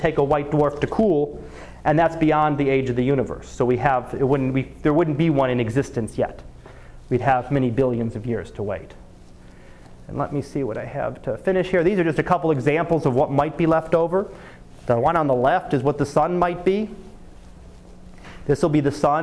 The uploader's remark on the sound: Live Class Lecture